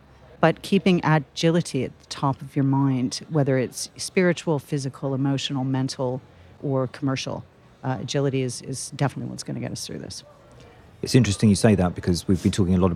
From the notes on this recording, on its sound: Recorded at Spring Fair 2022. Recorded at Spring Fair 2022.